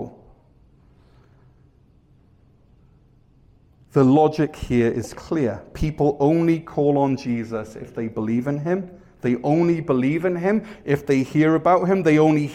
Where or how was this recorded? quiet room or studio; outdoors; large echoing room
large echoing room